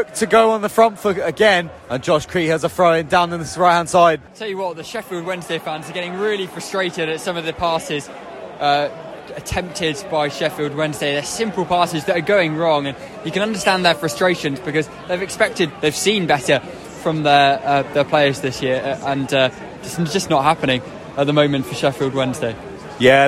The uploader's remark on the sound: Listen to highlight commentary live from St James Park